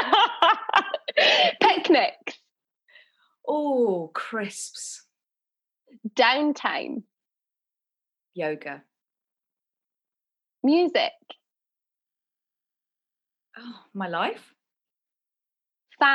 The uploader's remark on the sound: This episode was recorded over Zoom